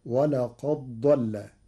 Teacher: قرأ ورش كلمتي ولقد ضل بإدغام الدال في الضاد فتصير ولقد ضل للتقارب.